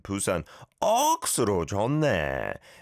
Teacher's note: It's a much stronger and rhythmical sound, I'd say, than Seoul, right? So rather than saying it too stiffly, you emphasize the 억, and it sounds like the exclamation, 부산 억수로 좋네.